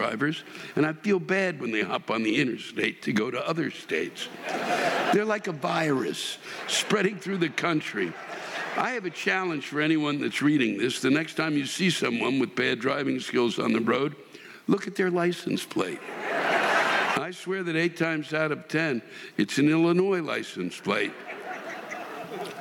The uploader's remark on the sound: The live rants come from this past weekend’s shows in McCallum Theatre in Palm Desert, CA and the Balboa Theatre in San Diego, CA